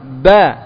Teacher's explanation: Bibir atas dan bawah kita tekan. Ada penekanan, itu bedanya ba dengan mim. Kalau mim tidak terlalu ditekan, tapi kalau beri tekan ba.